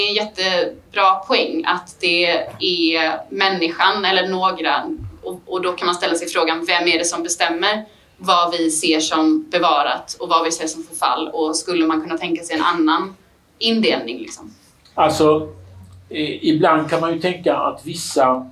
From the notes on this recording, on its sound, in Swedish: Föreläsningen var en del av Vetenskapsfestivalen Göteborg